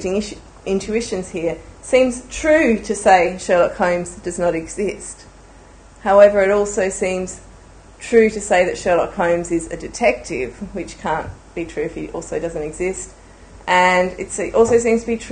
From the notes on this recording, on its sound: A public lecture held on 26 January 2011.